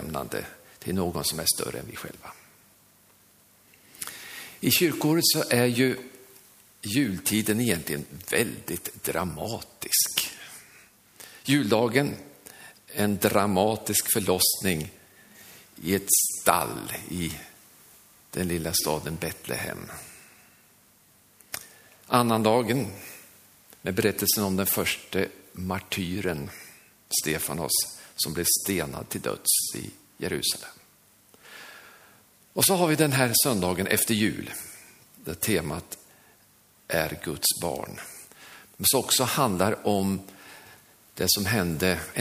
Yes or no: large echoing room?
yes